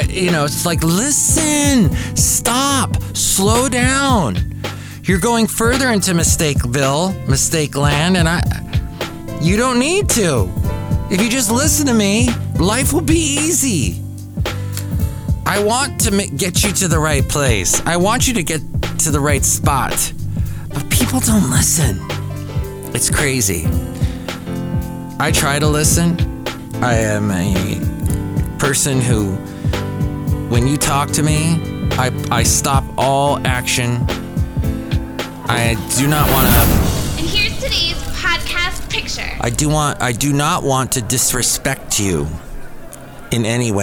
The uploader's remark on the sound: Podcast live from Cafe Anyway.